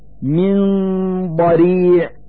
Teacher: نلفظ النون الساكنة من كلمة من مخرج الضاد من كلمة ضريع، فنقول من ضريع مع إظهار الغنة التي هي الدليل على وجود النون الساكنة.